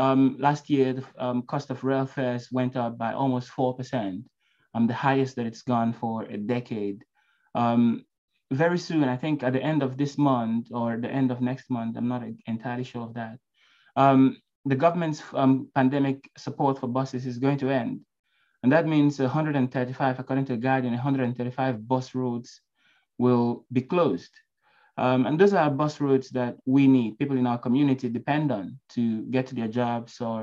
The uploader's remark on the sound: An Online event from the Labour Assembly Against Austerity at Arise Festival 2022.